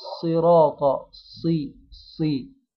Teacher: نقول ان الصاد فيها صفه اسمها ايه اطباق، يعني تبقى الفك مغلق على الفك السفلي مغلق على السقف العلوي او الفك العلوي.